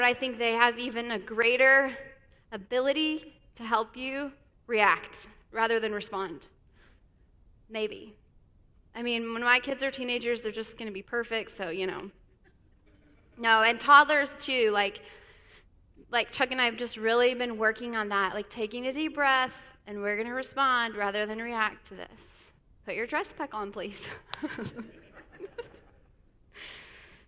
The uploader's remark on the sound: Speaks at the Sunday Service of KLSA.